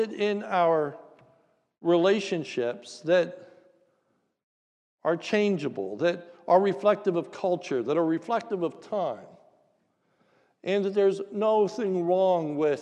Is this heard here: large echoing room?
yes